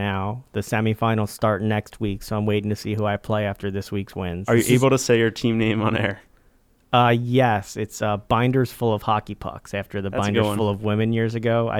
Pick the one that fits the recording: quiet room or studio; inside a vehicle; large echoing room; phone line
quiet room or studio